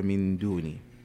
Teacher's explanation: نون ساكنة أتى بعدها حرف الدال، والدال من حروف الإخفاء